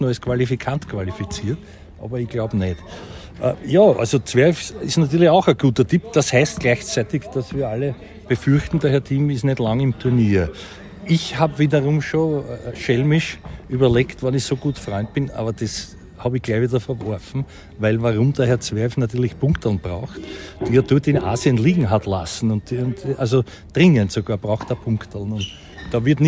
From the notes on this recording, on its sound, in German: Live vom Trainingscourt in der Wiener Stadthalle